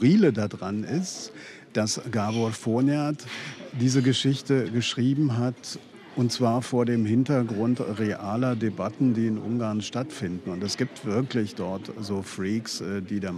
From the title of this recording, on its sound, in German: In Thomas Bernhards Wiener Stammcafé